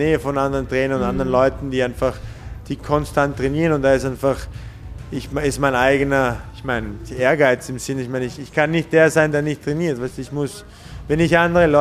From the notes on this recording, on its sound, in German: Das Interview wurde im Gotham Gym in New York City aufgenommen.